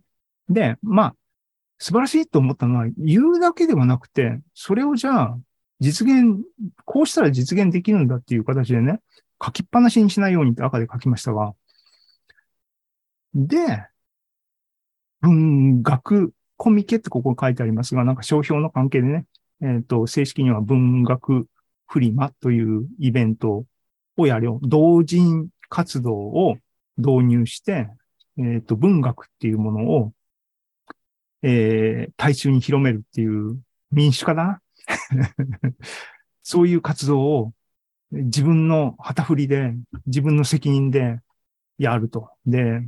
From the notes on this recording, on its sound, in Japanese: ２０２２年１０月２６日に開催した ZOOMライブの模様です